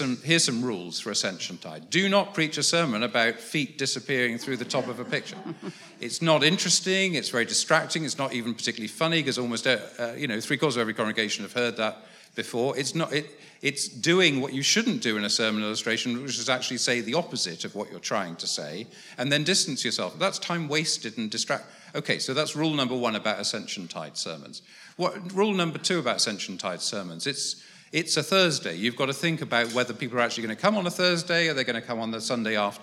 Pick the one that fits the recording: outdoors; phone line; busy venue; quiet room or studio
busy venue